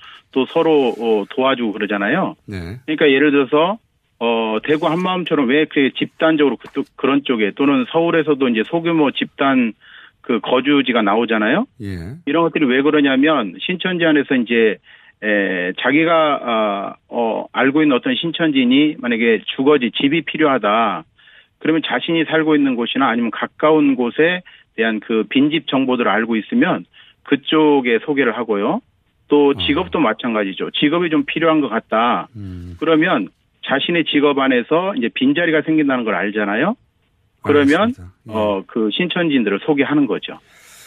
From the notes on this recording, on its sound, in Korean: 전화연결.